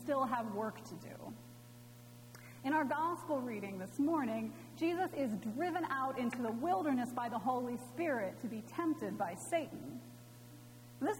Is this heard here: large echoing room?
yes